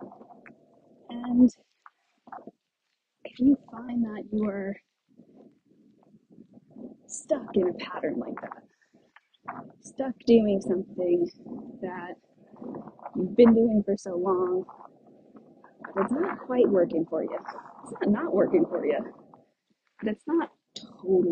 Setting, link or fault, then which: setting, outdoors